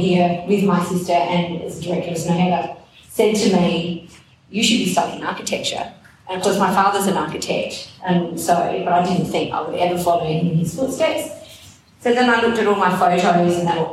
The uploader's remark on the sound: Adelaide Summer 2021. Live recordings from our much loved Seasonal Salon series.